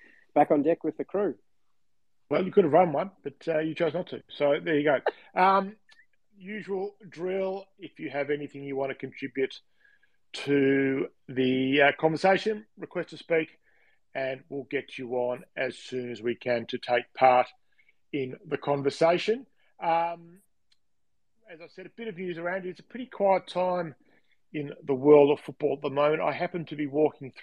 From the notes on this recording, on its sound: live on Twitter Spaces